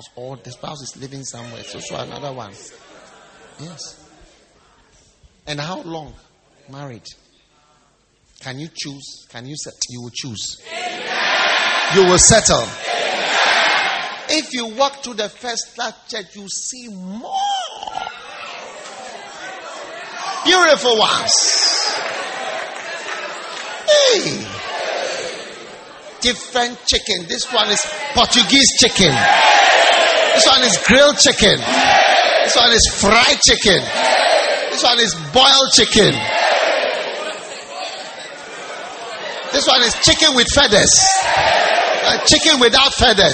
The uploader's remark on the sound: Preached at the First Love Church, Easter Service at the Qodesh.